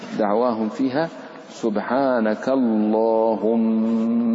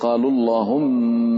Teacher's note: تفخم ولا ترقق لأن قبلها فتحة